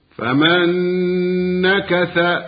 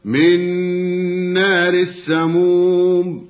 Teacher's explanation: أما تشديد النون الساكنة والميم الساكنة بسبب الإدغام فكما نستمع هكذا إلى الغنة بمقدار حركتين